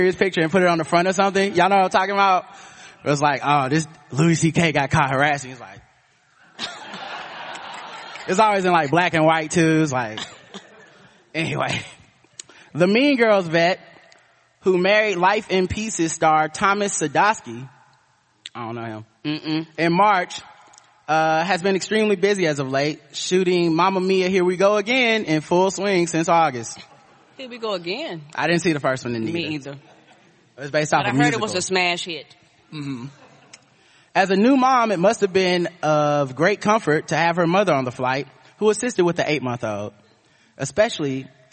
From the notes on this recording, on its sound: Live At Podcon. Do a live show at Podcon in Seattle, WA.